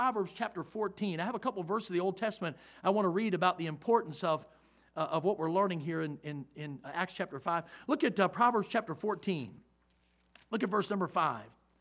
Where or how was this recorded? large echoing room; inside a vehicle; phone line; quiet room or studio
large echoing room